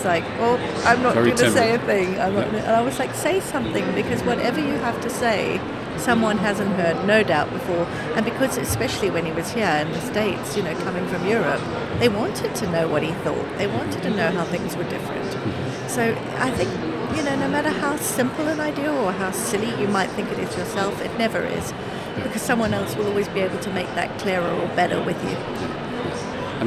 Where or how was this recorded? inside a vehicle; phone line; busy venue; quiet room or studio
busy venue